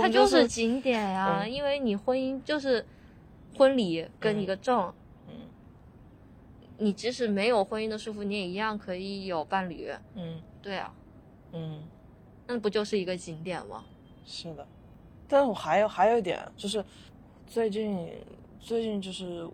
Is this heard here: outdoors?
yes